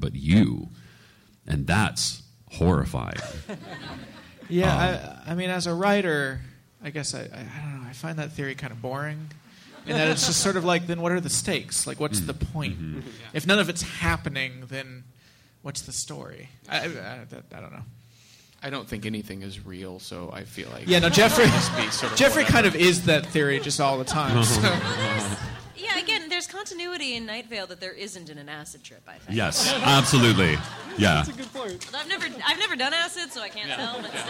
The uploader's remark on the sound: Recorded at NY Comic Con